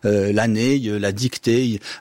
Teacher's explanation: Donc on n'est pas dans l'affrication, mais c'est simplement que la voyelle est tellement longue qu'elle va finir par se mouiller, c'est-à-dire par avoir un petit « e » à la fin · Term: mouillure